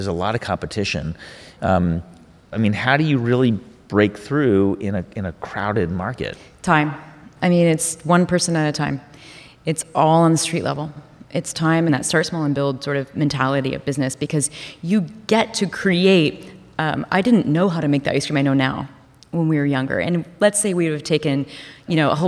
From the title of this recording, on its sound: Live From The HIBT Summit